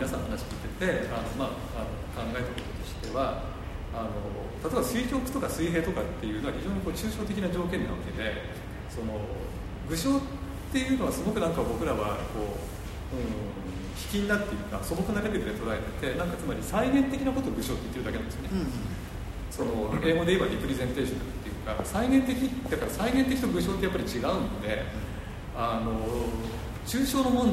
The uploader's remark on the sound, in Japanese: 会場：武蔵野美術大学鷹の台キャンパス 2号館309、310教室。第9回 AGAIN-ST 「BREAK/BREAKER シュート彫刻のありか」のトークイベントの録音です。